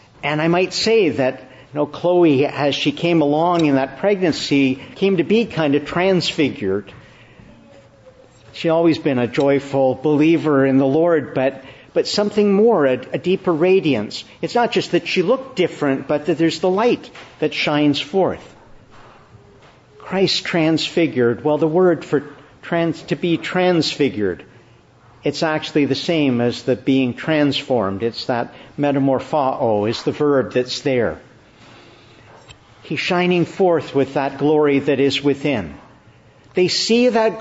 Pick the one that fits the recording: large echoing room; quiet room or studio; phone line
large echoing room